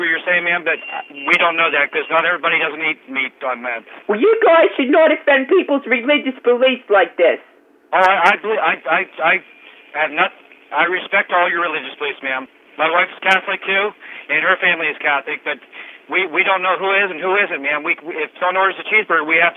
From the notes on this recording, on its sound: RBCP's Personal Prank Phone Calls Collection